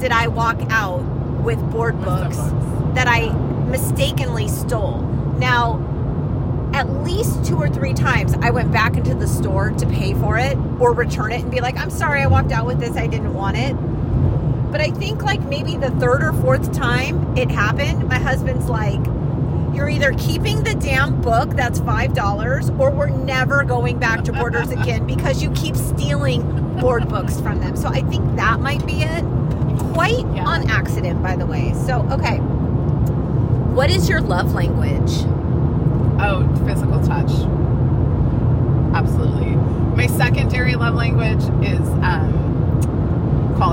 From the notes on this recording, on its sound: We’re taking you on an epic road trip adventure to the GenX capital of the world — SEATTLE! Forgive the road noise.